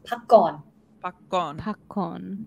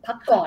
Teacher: Actually, the last syllable, it has to go down. · Term: tone